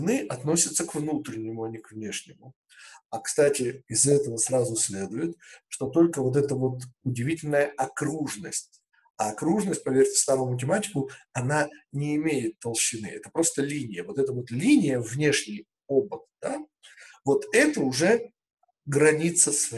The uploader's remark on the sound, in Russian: Запись вебинара